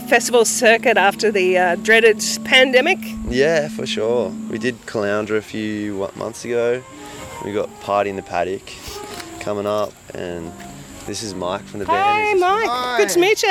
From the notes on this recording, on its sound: This episode of Streets of Your Town comes to you from the streets of the renowned Woodford Folk Festival, an annual gathering in the week leading up to New Years Day that transforms this peaceful rural idyll into a thriving community of more than 130,000 people, larger than the nearest Sunshine Coast town of Nambour.